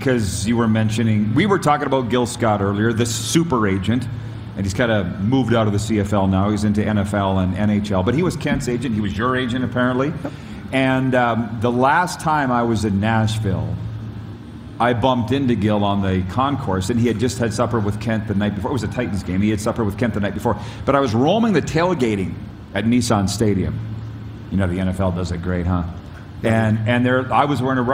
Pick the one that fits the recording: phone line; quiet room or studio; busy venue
busy venue